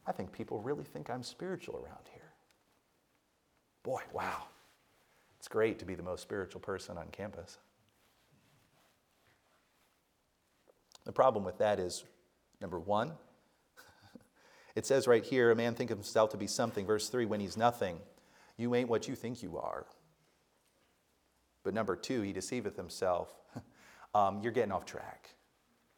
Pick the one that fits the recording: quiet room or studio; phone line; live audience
live audience